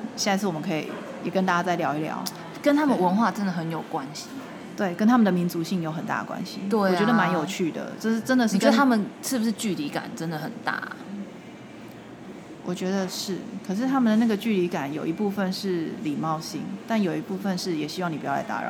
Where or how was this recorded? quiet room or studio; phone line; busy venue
busy venue